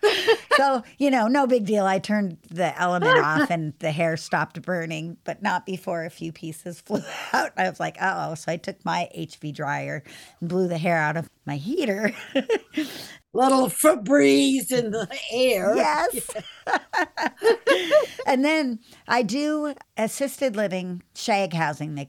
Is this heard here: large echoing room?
no